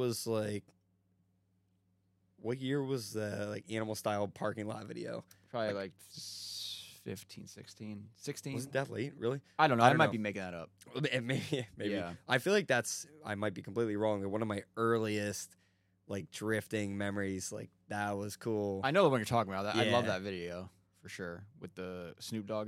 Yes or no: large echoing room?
no